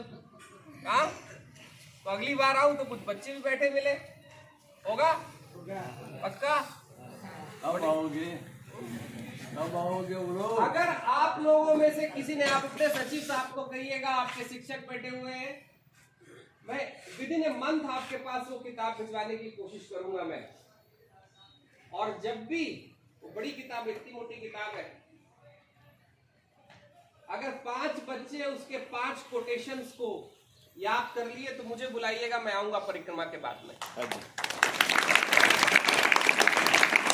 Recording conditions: outdoors